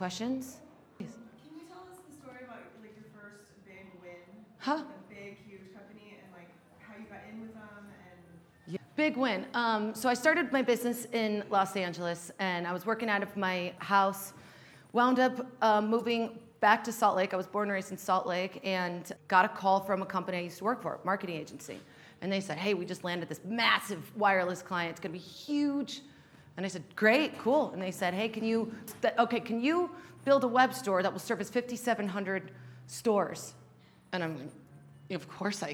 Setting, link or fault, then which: setting, live audience